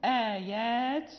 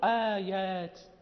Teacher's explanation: يجب أن ننطق بها دائما مستفلة مرققة · Shown in: first take